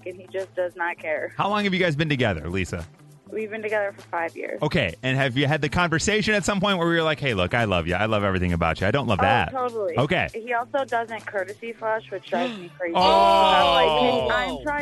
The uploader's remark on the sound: Today listeners called